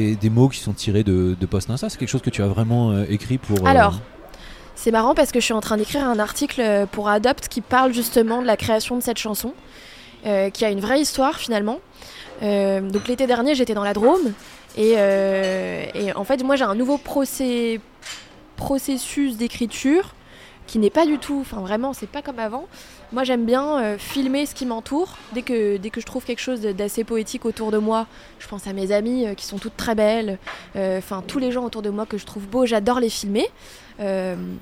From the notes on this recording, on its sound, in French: Un café au comptoir. Enregistré au Cafe Charlot, 38 rue de Bretagne à Paris (3e).